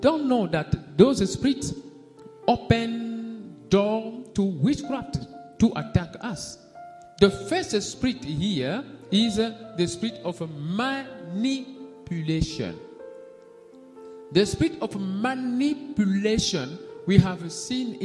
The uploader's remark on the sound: SUNDAY LIVE SERVICE